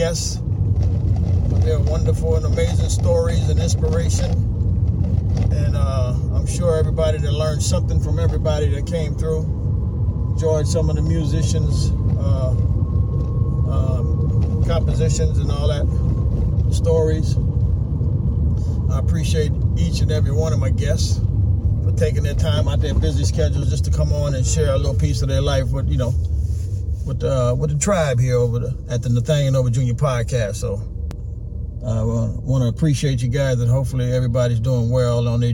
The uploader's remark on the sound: From the car episode while running errands on Super Bowl weekend. Please excuse the background noises.